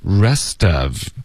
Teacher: 所以 rest 的特会浊化，然后连读到 of